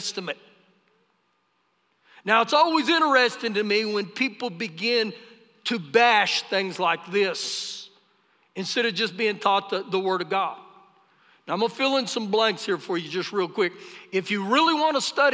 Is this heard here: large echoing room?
yes